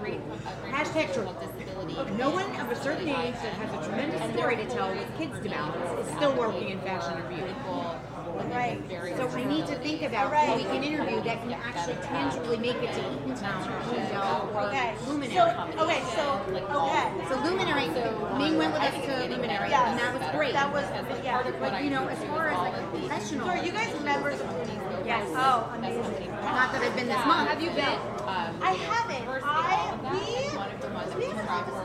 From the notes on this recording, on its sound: LIVE from Bell Works